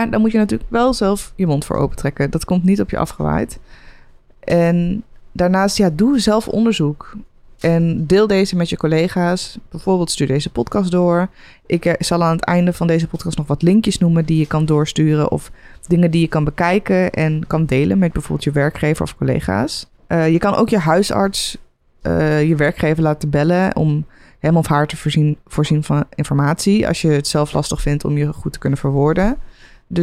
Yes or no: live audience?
no